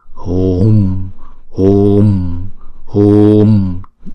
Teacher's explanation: Chữ hùm này á, chữ u này chúng ta kéo dài hai nhịp